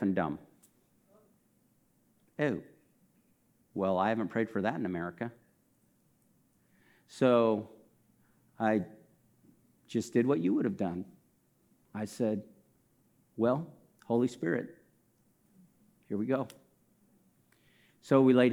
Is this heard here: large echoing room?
yes